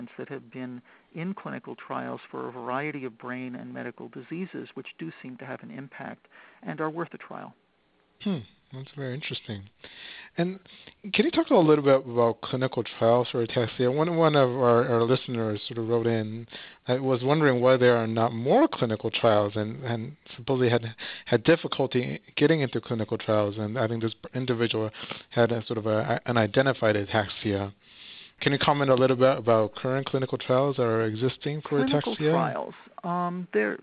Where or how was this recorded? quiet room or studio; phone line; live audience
phone line